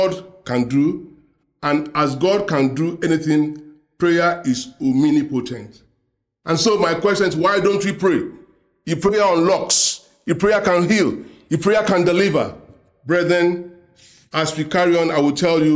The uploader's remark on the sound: preached during the Sunday Service